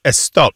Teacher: This adding of the eh sound before an S word in Spanish and some of the Indian languages is well known · Term: prothesis